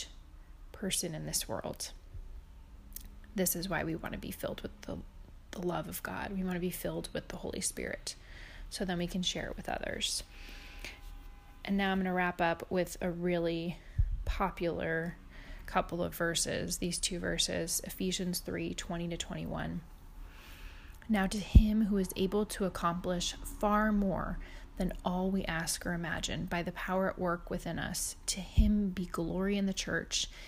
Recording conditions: sounds in the background